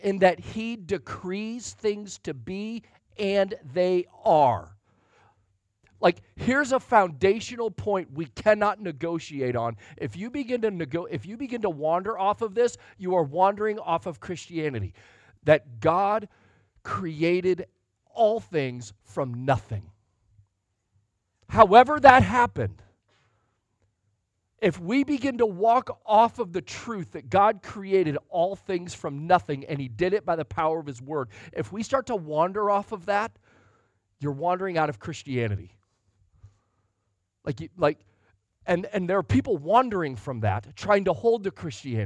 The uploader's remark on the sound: Sunday Morning Sermon Audio